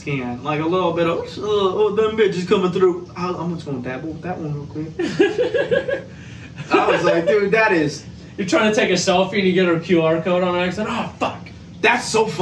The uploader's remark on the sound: Apologize for the audio for this episode. Didn’t start the mics! The original duo was in the studio for this episode.